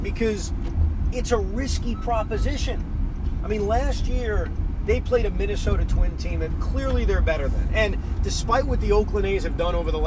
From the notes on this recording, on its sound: While driving home from Citi Field.